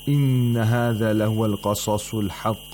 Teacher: We have the تفخيم of صاد in قصص الحق.